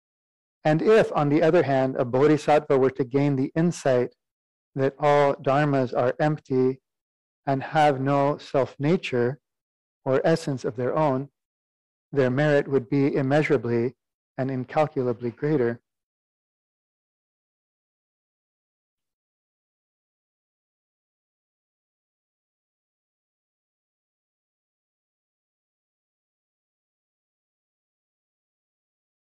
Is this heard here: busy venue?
no